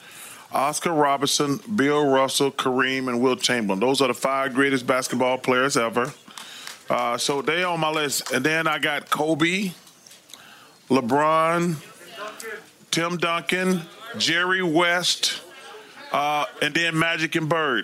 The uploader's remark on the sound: LIVE from NBA All-Star Weekend in Chicago. LIVE from Chicago's House of Blues, The Steam Room takes the show on the road for NBA All-Star Weekend!